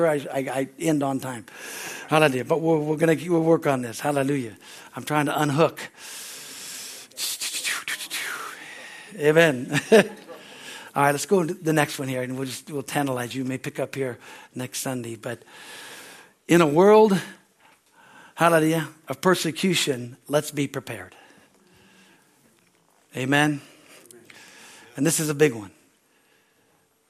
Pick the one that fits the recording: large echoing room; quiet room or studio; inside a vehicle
large echoing room